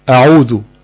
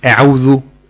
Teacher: بعض الناس احيانا بيفخم الهمزة في بداية الكلام · Shown in: first take